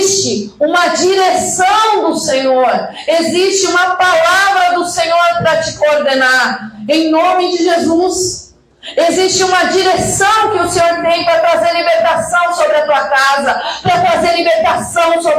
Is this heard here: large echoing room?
yes